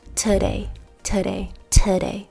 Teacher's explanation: today 里面的 o 就是这个 schwa sound